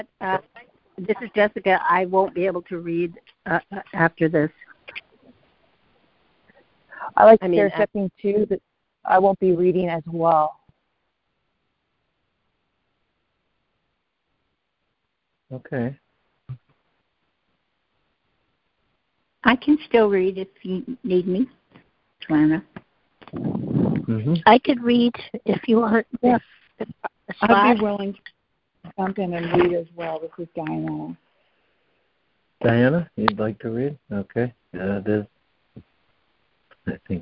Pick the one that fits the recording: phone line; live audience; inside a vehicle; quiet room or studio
phone line